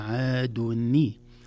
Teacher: هذه النون المنطوقة حركت للكسر عند التقاء الساكنين